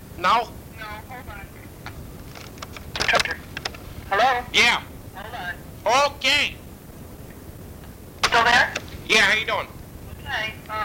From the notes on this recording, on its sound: Prank Phone Calls Collection.